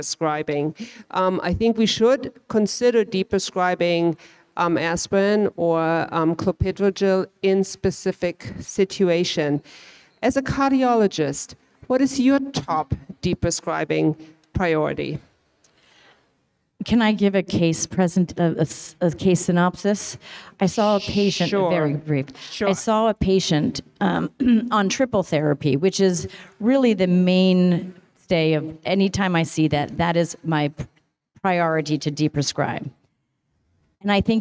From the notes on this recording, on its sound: Recorded (in front of a live audience)